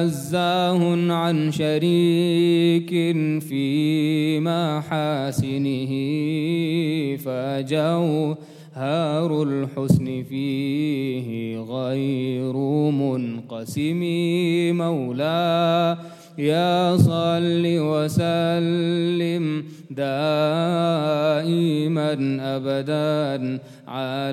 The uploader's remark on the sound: at the Houghton Masjid (West Street)